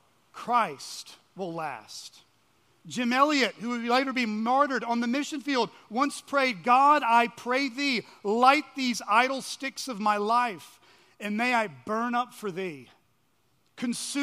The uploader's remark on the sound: at Chaffee Crossing Baptist Church in Barling, AR.